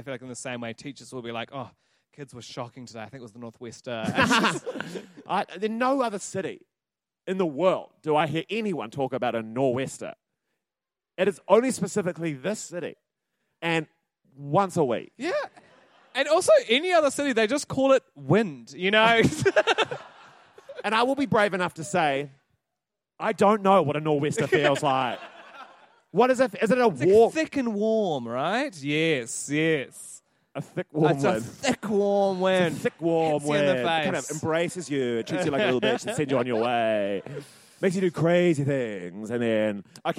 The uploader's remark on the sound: Live in Christchurch